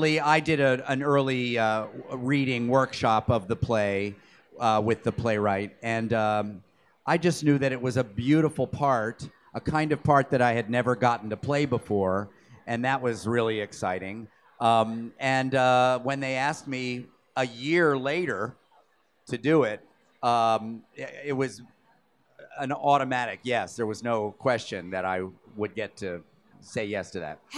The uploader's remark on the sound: Recorded at BroadwayCon2017